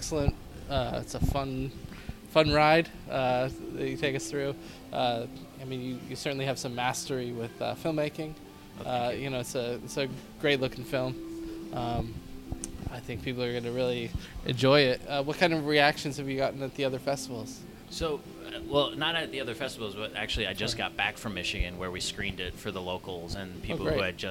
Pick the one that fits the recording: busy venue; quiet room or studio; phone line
busy venue